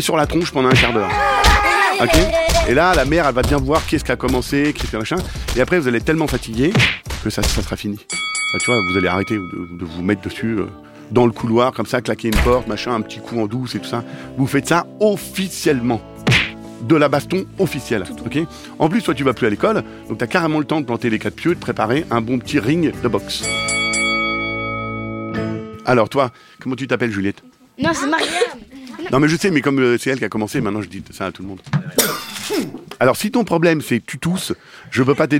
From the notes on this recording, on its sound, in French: Enregistrée les 24 et 25 novembre 2023 au Festival France Bleu "À Hauteur d'Enfants". Cet épisode fait partie d'une série spéciale enregistrée les 24 et 25 novembre 2023 au Festival France Bleu "À Hauteur d'Enfants" .